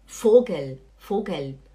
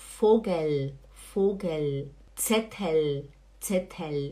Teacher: o L não tem som de U no alemão · Shown in: second take